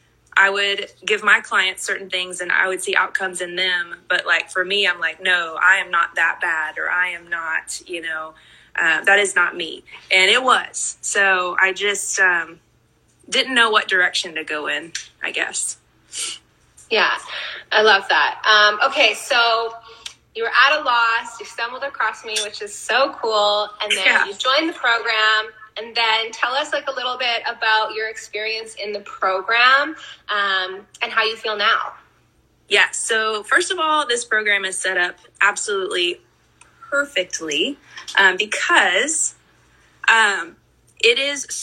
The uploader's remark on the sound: Instagram Live Recording